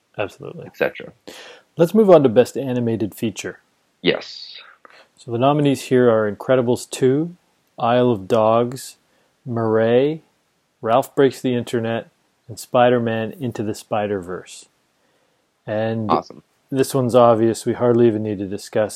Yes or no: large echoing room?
no